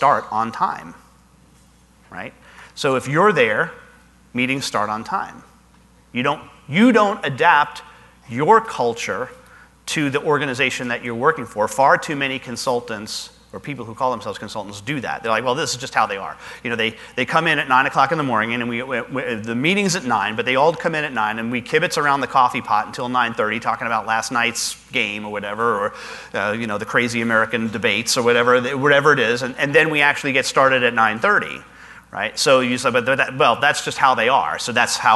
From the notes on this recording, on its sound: Live Broadcast at the The IPBC IGNITE Conference.